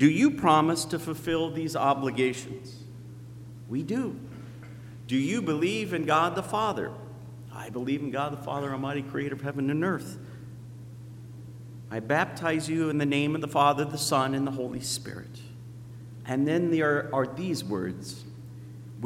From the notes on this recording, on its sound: at Zion Lutheran Church in Muscatine, Iowa